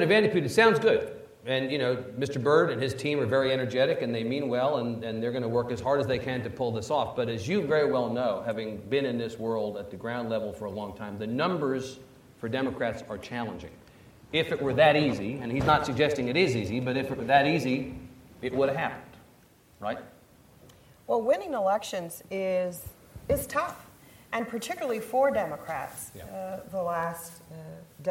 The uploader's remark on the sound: keynote session of The Texas Tribune Festival